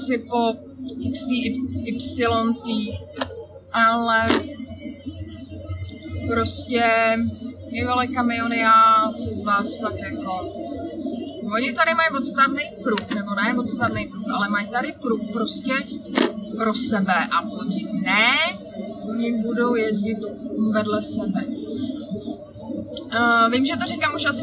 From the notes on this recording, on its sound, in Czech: Dnešní díl je natáčený v autě na mobilní telefon - takže kvalita zvuku není zrovna OK